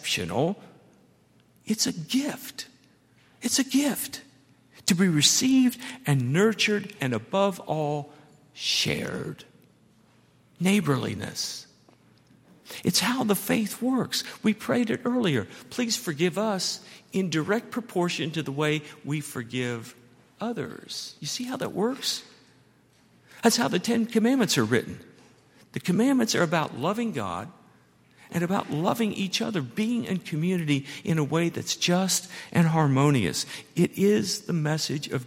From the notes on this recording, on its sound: at Highland Baptist Church